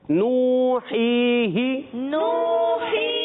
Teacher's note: کو آخر میں ہا کو نہیں کھینچیں گے نوحی ہی نوحی حروف مدہ دونوں آئے واو مدہ یا مدہ ایک ایک الف کھینچ کر ادا کیا